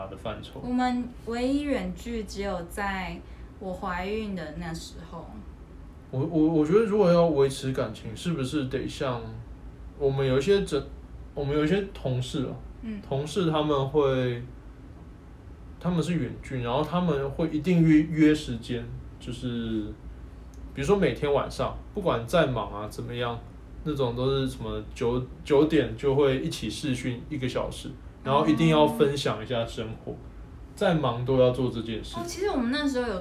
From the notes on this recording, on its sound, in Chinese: 這一集是我們在IG直播留下來的音檔，雜音多一些些，還請大家見諒。